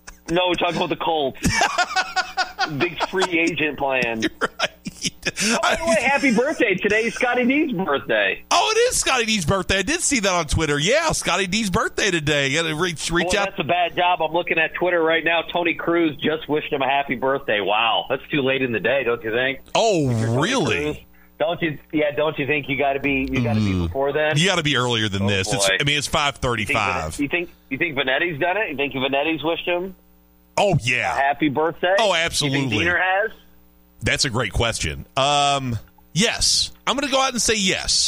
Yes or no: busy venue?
no